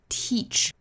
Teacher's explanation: 左右嘴角尽量再裂开，上下齿间距几乎没有的一个一一的发音，再去加前后辅音是 teach。 · Term: 紧张音